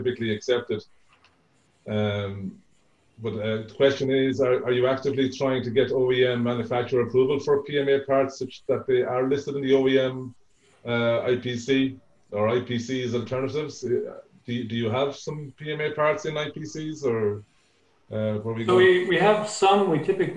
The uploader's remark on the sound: APTN Zoom Call.